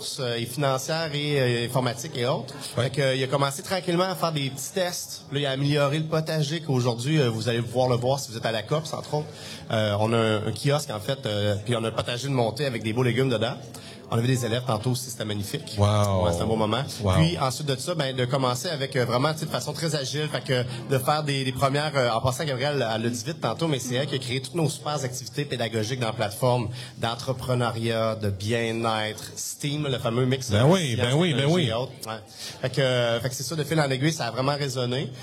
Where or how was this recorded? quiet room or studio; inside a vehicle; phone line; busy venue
busy venue